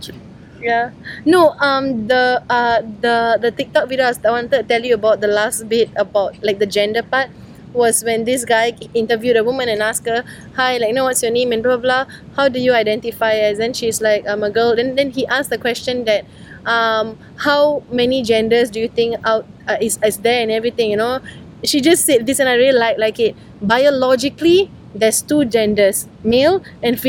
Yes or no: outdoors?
yes